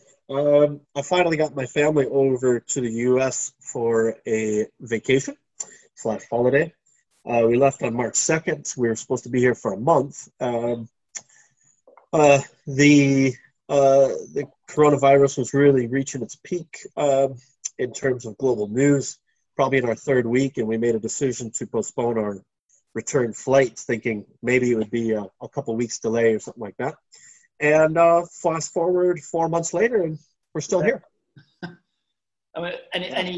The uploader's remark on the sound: over the wonders of Zoom